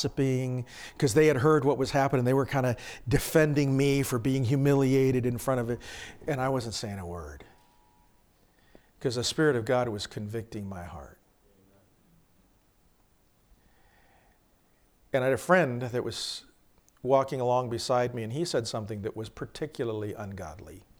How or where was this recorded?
large echoing room